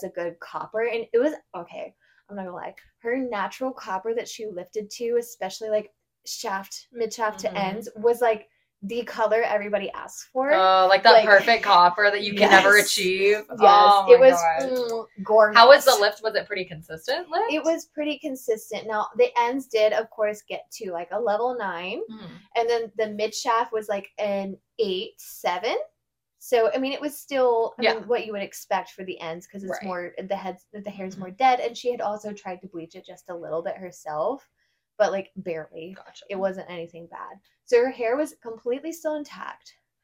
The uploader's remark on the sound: Sorry for the spotty audio, we are working on getting better mics soon!